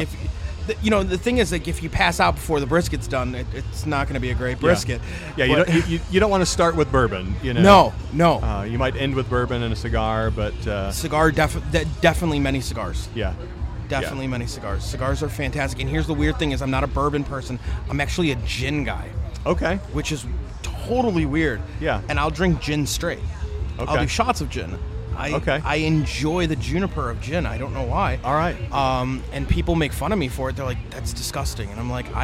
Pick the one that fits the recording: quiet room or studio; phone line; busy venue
busy venue